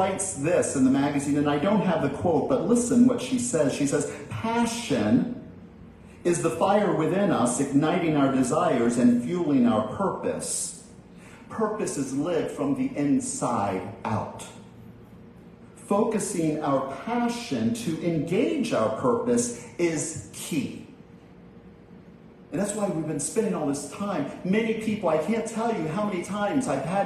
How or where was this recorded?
large echoing room